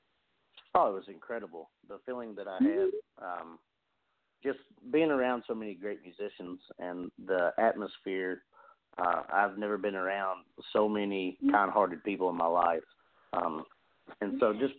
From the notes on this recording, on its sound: We celebrate with call in guests.